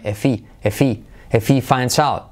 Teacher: What are you gonna do if he finds out? Fijaos, if he se contrae porque la H se come